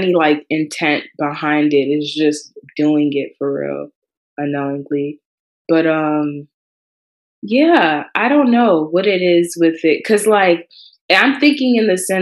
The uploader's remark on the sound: This audio was recorded via ZOOM so bear with us please.